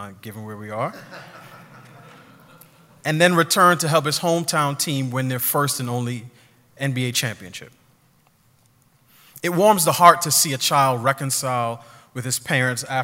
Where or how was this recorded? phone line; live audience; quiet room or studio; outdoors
live audience